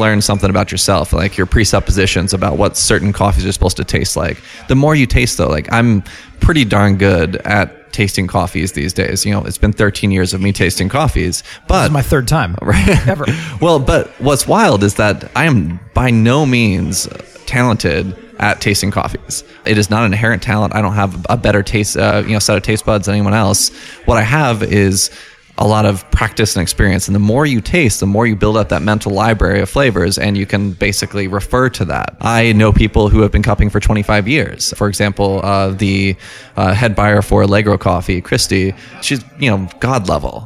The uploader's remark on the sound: Goes on location to Harbinger Coffee, a home-grown Fort Collins coffee roaster and cafe.